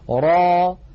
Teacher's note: را هذا مد طبيعي، ألف مسبوقة بفتحة، نمدها بمقدار حركتين ونحرص ألا نخرج في آخرها همزة